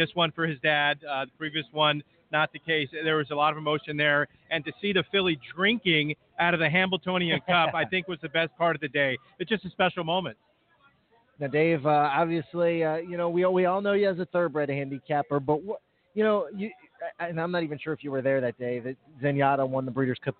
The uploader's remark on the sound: Live from The Meadowlands. With coverage of the 2018 Hambletonian, live from Meadowlands Racing and Entertainment in New Jersey.